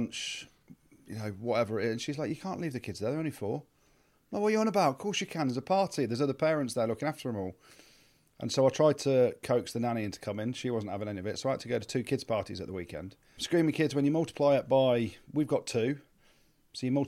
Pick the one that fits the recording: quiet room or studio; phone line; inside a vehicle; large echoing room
quiet room or studio